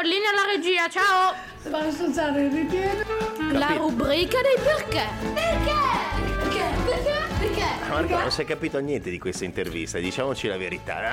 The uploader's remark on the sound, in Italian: LIVE CON PUBBLICO. Laboratorio di Radio Sei Forte di Fantateatro nelle Scuole - 5A Scuola Primaria Franchini 2016, Bologna.